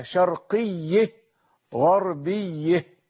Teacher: المُمال ما قبل هاء التأنيث، وليست الهاء نفسها تُمال لأننا وقفنا عليها فوقفنا بالسكون · Term: إمالة ما قبل هاء التأنيث